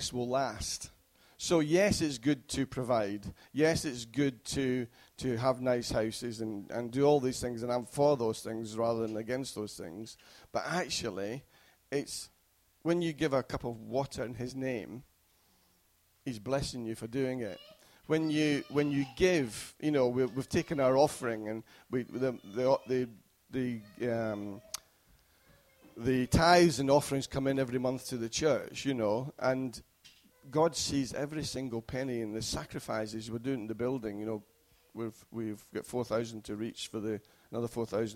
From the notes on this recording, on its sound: Recorded at freedomcentre church, Preston on Sunday 22nd May 2016